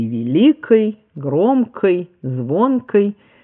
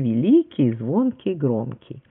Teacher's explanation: вариант с твердым заднеязычным стал отживающим, архаичным · Shown in: first take · и норма требовала, кодифицированная норма в результате серьезного исследования, требовала произнесения мягких, то есть великий, звонкий, громкий.